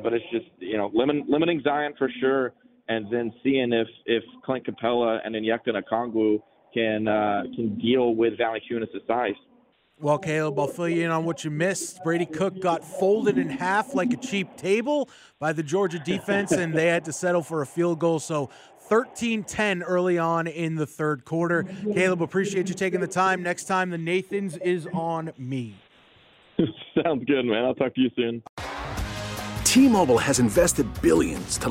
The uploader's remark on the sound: Live from the press box in Athens